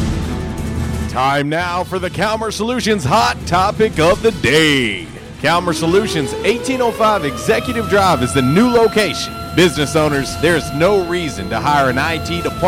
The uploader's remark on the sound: LIVE from the NFL Combine in Indianapolis!